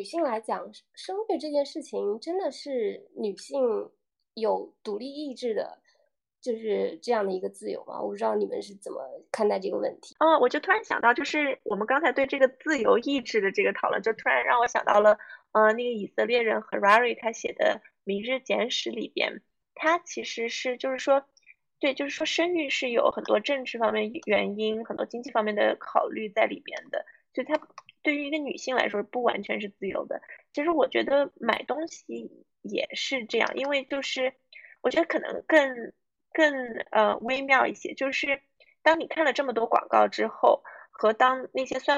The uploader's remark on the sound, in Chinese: 直播录音。我们翻出了半年前在荔枝录的一次谈话直播作为加更，虽然音质不如平时。